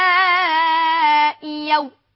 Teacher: ابدلناها ياء لانها الهمزة التي قبلها مكسور، فلذلك نبدلها من جنس الحركة التي قبلها · Term: الإبدال